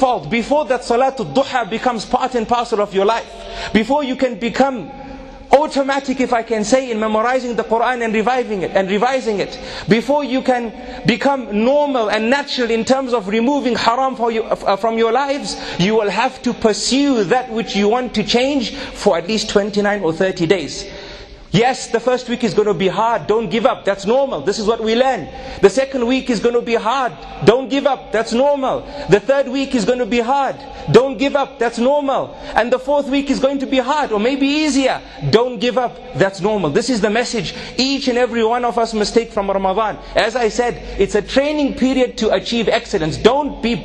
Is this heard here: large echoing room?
yes